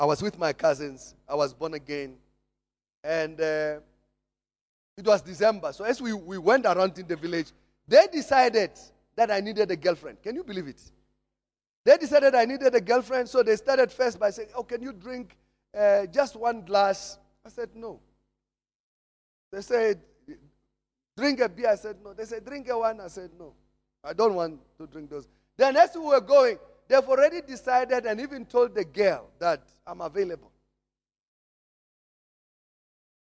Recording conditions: large echoing room